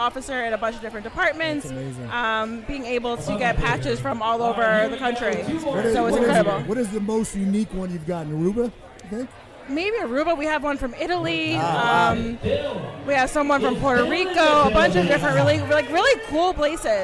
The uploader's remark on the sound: we are broadcasting live from Beacon 70 in Brick, NJ